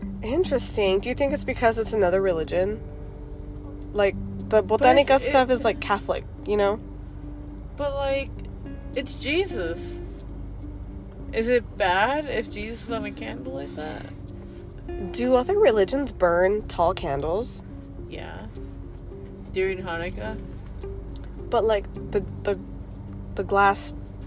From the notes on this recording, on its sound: Hit record during a deep conversation in the car while going home. They have a paranormal experience live while still recording.